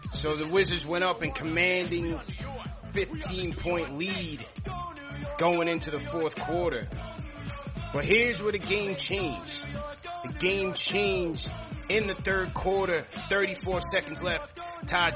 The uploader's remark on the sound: Post Game Show | Highlights & Caller Reactions.